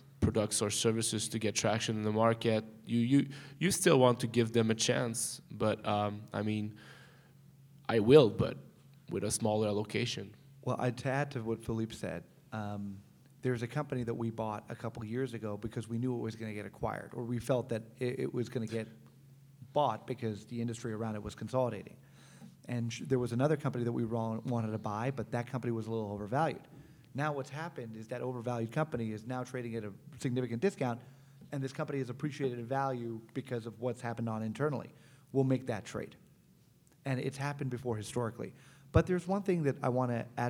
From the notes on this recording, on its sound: Planet MicroCap Showcase 2018. Planet MicroCap Podcast: LIVE!